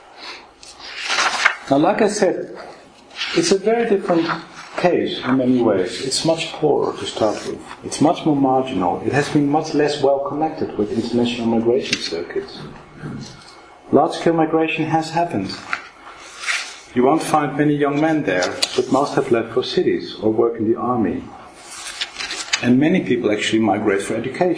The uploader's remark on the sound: This podcast was recorded on Wednesday 7 March 2012 at the Oxford Department of International Development, University of Oxford.